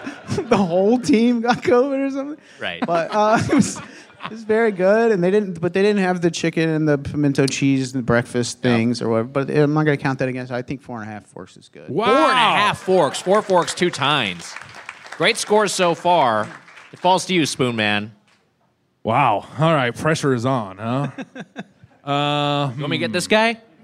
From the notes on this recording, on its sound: Recorded live at Zanies Comedy Club in Nashville on 4/20/22.